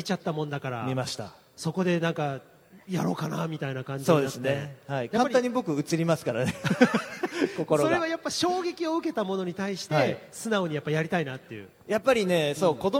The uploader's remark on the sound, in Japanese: F1日本グランプリ前夜祭の模様をお送りします。F1日本グランプリからの音声データ。